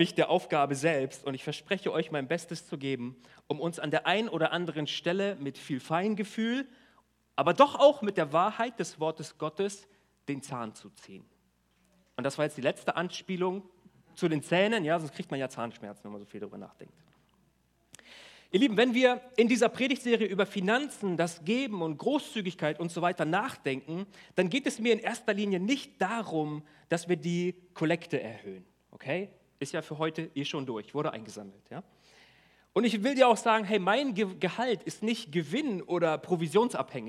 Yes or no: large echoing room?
yes